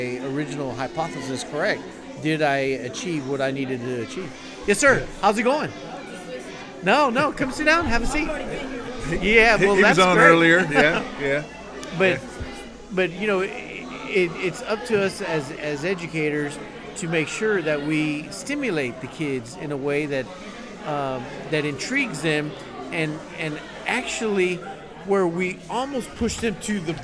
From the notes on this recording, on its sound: Interviews, panel and Q&A from the SAU-Magnolia ERZ Robotics Exhibition